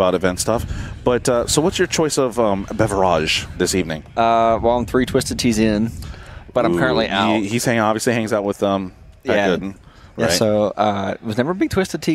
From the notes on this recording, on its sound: In this special episode we're live from Texas Motor Speedway to talk about the LS Fest event.